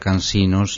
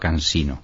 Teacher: una vez en Andalucía se perdió la S, como se pierden tantas consonantes allí · Shown in: second take · pues se dejó de pronunciar Cansinos y se pronunciaba Cansino.